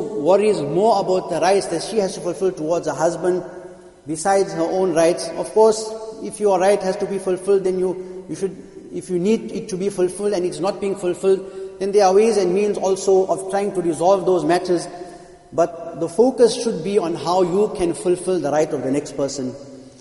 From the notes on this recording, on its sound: Jumuah lecture